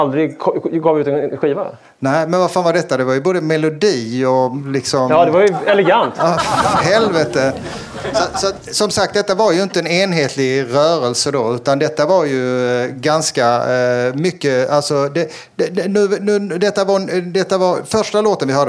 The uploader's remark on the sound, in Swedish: Livepodden är ett samarbete mellan Staden podcast och Arkitema och spelades in den 18 april inför publik i Malmö.